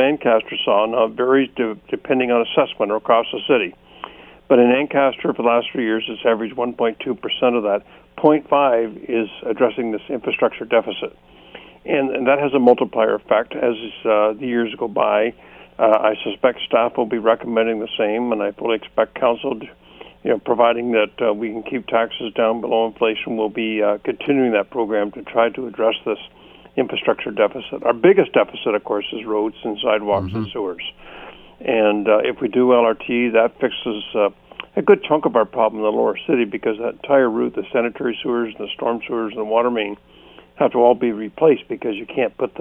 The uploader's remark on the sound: opens the phone lines to find out what you think